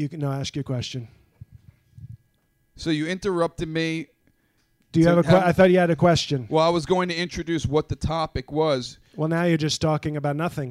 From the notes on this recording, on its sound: taped from QED Astoria